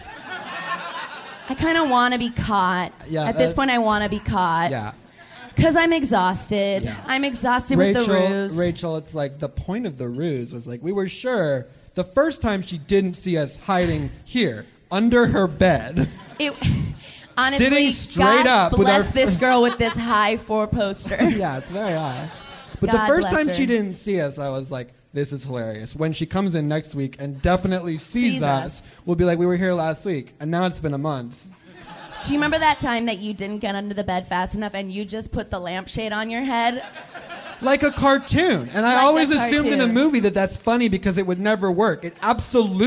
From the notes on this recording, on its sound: Live from Seattle